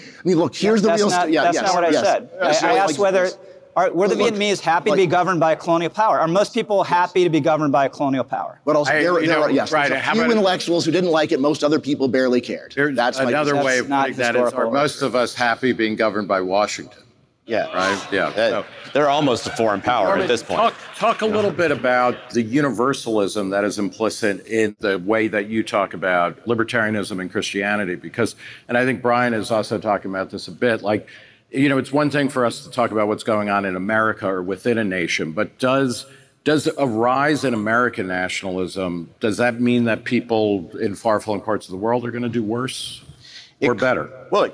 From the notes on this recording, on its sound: This session was recorded at FreedomFest in Memphis, TN, on July 15, 2023